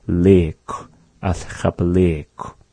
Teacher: It's having the more elongated vowel, the double I.